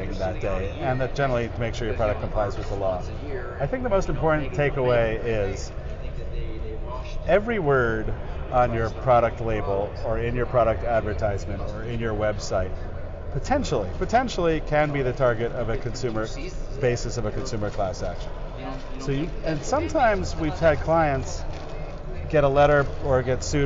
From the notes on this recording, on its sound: In this podcast, recorded on the expo hall of SupplySide West in Las Vegas in September 2017.